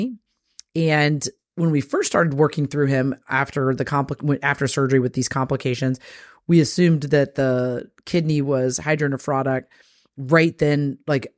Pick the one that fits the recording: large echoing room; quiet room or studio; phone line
quiet room or studio